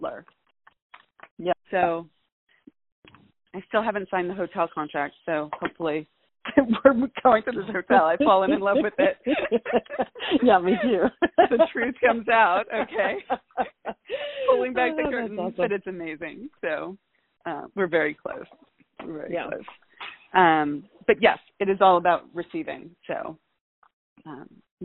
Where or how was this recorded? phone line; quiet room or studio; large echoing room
phone line